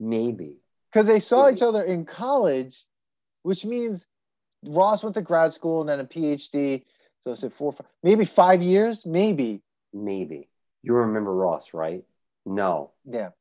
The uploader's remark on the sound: We recorded this on November 16, 2020, on Zoom so there are some small sound discrepancies.